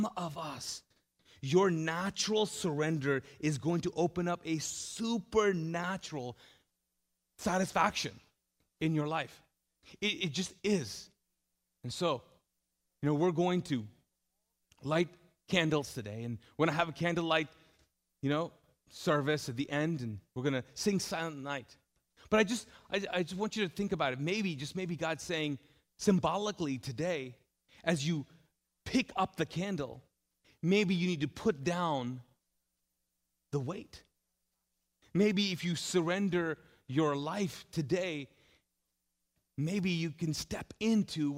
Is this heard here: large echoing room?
yes